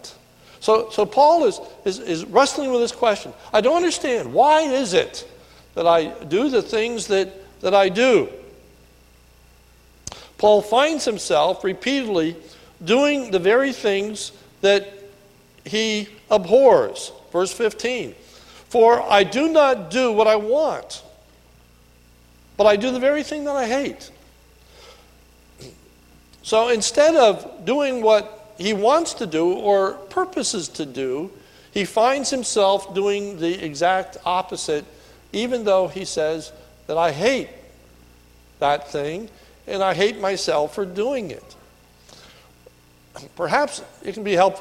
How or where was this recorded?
large echoing room